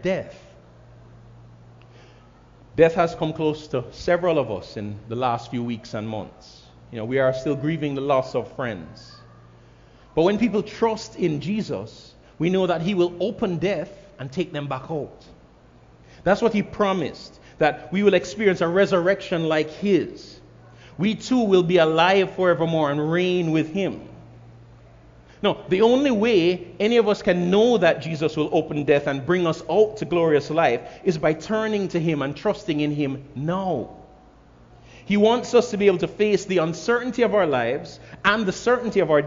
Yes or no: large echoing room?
yes